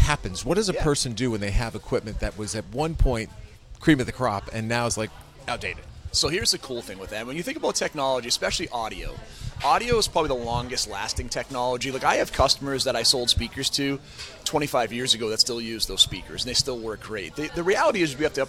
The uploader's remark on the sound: chat at The Muffin House in Islington.